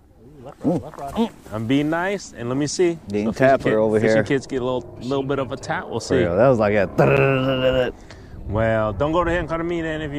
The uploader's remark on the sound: It's been a while since we tried to catch fish and record a podcast, try being the keyword here... Our continued weird weather here in Iowa.